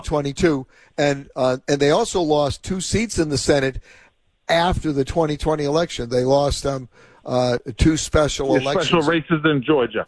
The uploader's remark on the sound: opened the phone lines for comment